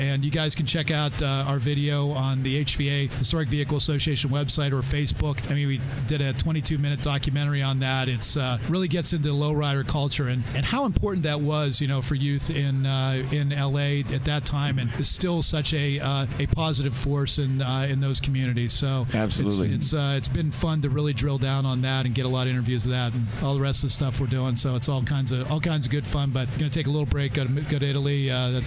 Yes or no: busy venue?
yes